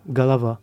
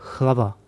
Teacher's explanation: Par exemple, en russe, pour dire la tête, on dira galava. En tchèque, on n'a pas le g, on a le h. · Shown in: second take · On dira hlava.